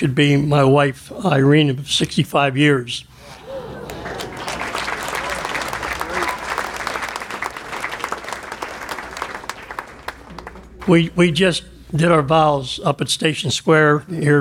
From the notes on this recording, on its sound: 2019 Circle of Achievement Awards Banquet. This episode was recorded July 27, 2019 at Shadow Lakes Country Club, Aliquippa, Pennsylvania.